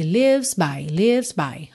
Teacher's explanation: É melhor se você tiver que escolher, você reduzir um pouquinho o V mas manter o S.